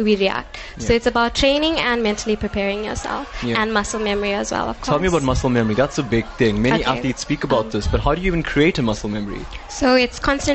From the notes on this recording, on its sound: Live broadcast from the 2017 SA Karate Nationals. Superb performances by 600 young karatekas as they battled it out for national colours in karate.